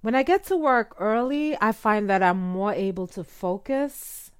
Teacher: Notice how the end of the sentence went up almost as in a question, but really the person is not asking a question. · Term: uptalk